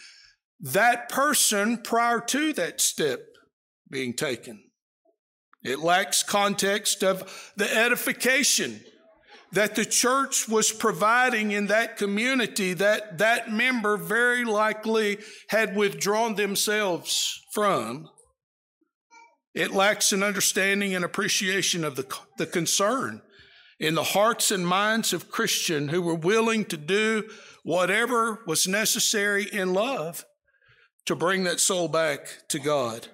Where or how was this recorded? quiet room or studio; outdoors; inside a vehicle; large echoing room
large echoing room